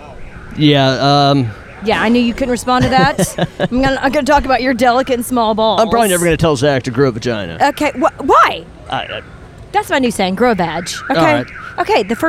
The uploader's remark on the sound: Live At State Fair